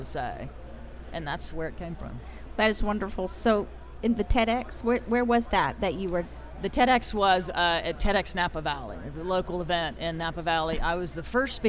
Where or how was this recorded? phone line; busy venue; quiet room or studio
busy venue